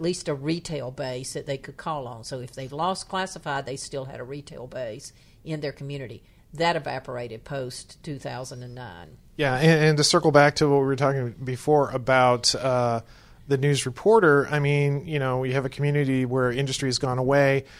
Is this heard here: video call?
no